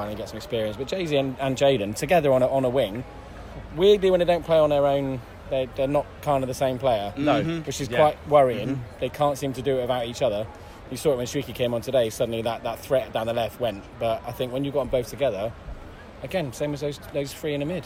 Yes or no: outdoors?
yes